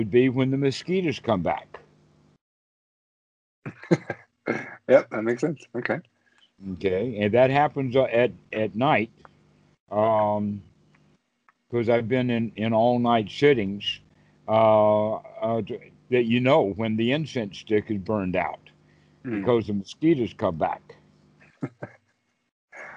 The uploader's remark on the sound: skype calls on this channel